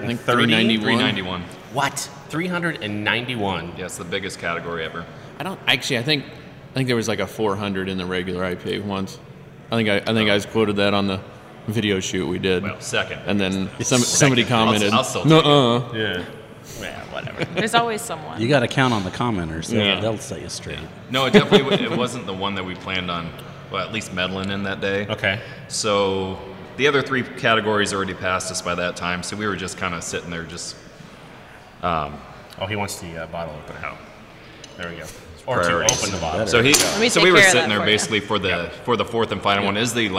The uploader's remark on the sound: We went to a local brewery, Kros Strain Brewing Company in Omaha, to record our podcast